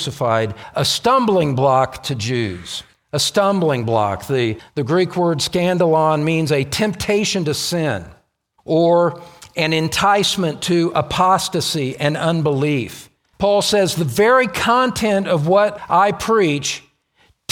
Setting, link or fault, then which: setting, large echoing room